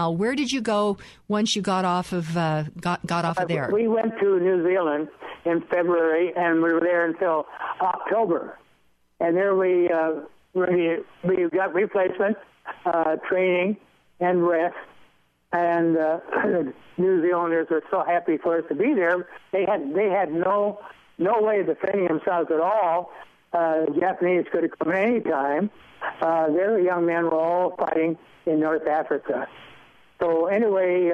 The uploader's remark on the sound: by phone